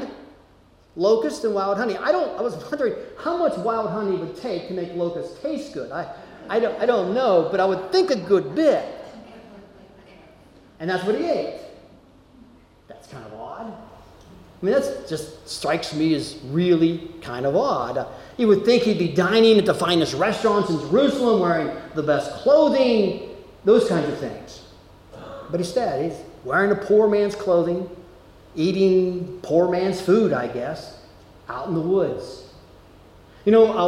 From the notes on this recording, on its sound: Delivered at Amity UCC in Meyersdale, PA.